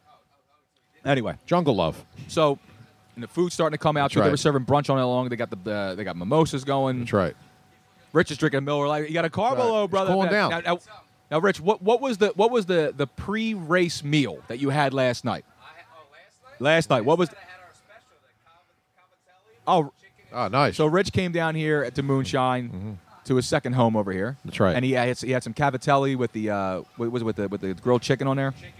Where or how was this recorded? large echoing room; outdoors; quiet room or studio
outdoors